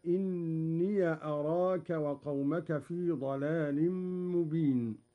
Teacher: قرأ قالون بفتح ياء الإضافة هكذا: إني أراك وقومك في ضلال مبين.